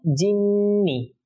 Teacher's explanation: জিন্নি গুণনা বলতে নাকে কিছুক্ষণ রাখা